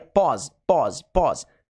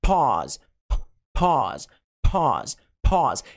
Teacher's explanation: Eles soltam um arzão assim quando falam o P · Shown in: second take